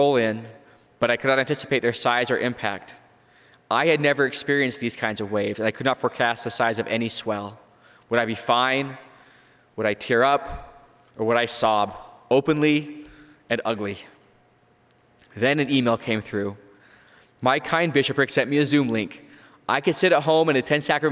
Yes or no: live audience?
yes